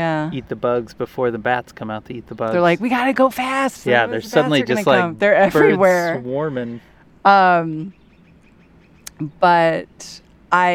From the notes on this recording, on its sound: Sitting outside on their last night in Carlsbad, New Mexico. Listen to the final bird calls in Carlsbad.